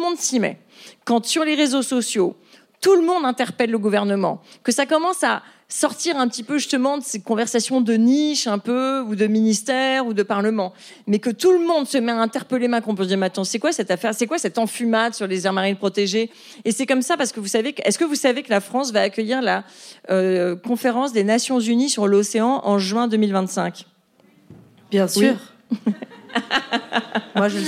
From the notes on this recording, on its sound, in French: Captation réalisée au théâtre de l'Européen.